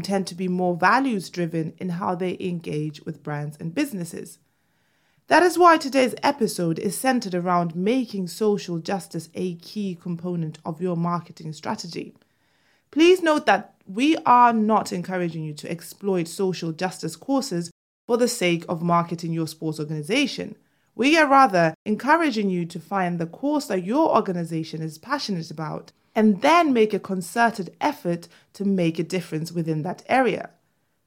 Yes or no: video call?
no